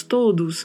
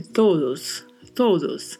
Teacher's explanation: O sempre fechado e a letra D, a gente dá uma suavizada na pronúncia. · Shown in: second take · Não vamos pronunciar tão marcado, não vamos falar todos.